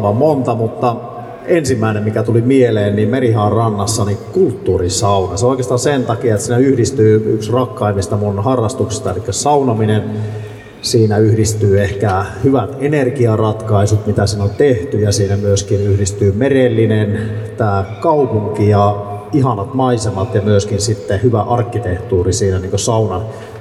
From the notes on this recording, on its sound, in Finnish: Valtuustopuolueiden paneelikeskustelu kaupungin kehitykseen liittyvistä aiheista pidettiin Helsinki-päivänä 12.6.2018 Narinkkatorilla. Helsingin Lähiradio 100,3 MHz.